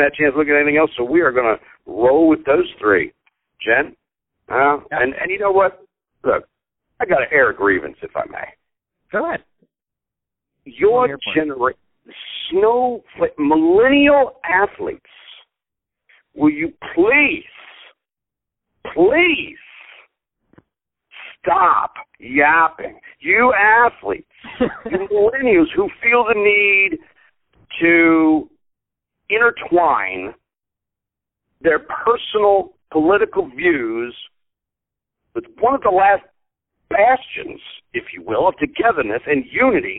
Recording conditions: phone line